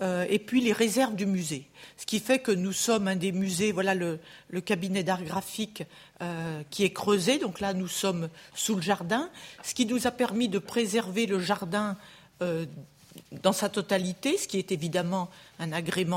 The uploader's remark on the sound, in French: Enregistrée le 29 janvier 2016 dans le cadre du colloque. Dans le cadre du colloque « Mobiliers, ensembles, décors.